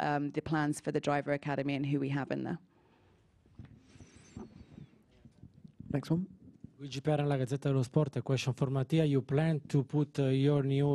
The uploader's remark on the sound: Friday Team Principals Press Conference